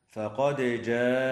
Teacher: يجب إظهار الدال مع قلقلتها